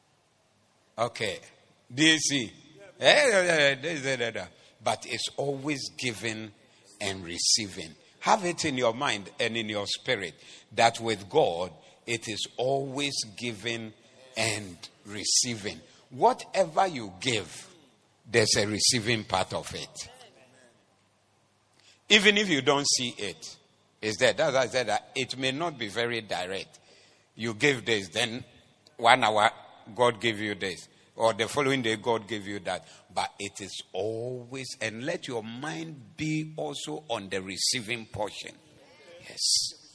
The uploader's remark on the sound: Preached at the Doxa Service